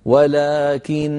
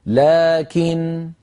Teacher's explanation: النون المشددة مغنونة وصلا ووقفا · Shown in: first take · Term: غنة ممطوطة